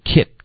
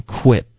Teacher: quit 的这个 w 的音刚刚没有听见，听成 kit · Shown in: second take